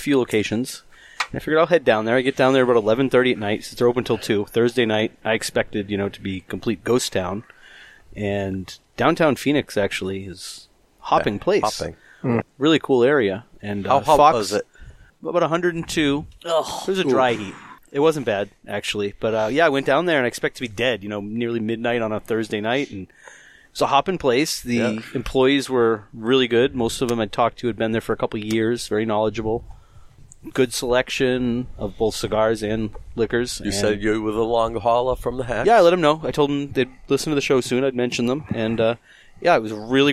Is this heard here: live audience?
no